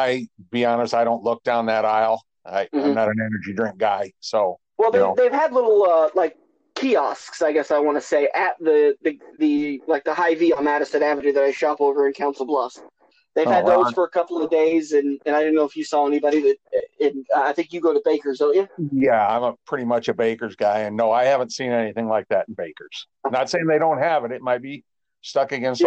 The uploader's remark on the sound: sorry for the terrible audio